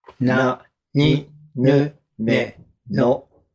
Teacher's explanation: 日本語で最も難しいと言われているぬということです。これがやはり難しいから聞いてもにゅって聞こえちゃうんですね